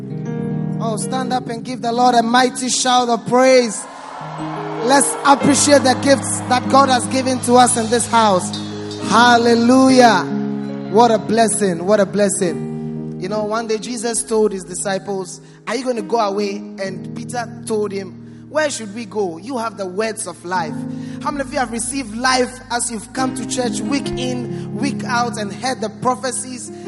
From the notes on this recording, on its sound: Preached at the First Love Center Accra Ghana